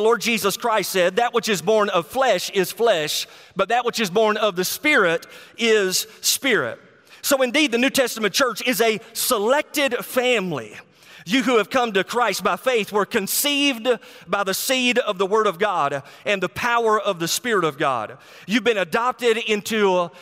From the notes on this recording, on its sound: SECOND of four sessions from a sermon he preached at Go Georgia 2019.